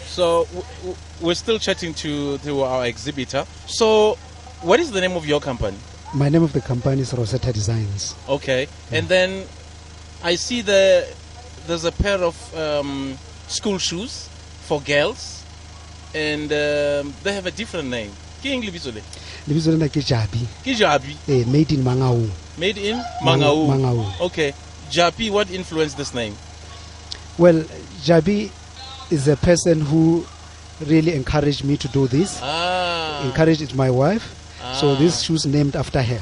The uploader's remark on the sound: The Glenzito Super Drive live from Macufe